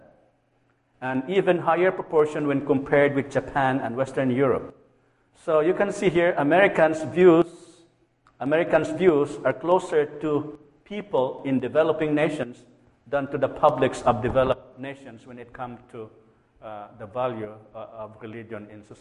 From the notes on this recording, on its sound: A lecture at Plymouth United Church of Christ, Eau Claire, Wisconsin, on July 22, 2012.